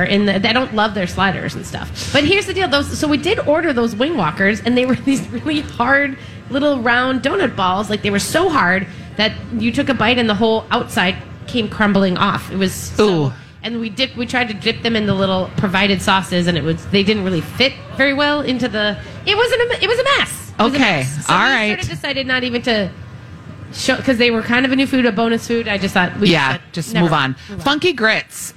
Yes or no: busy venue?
yes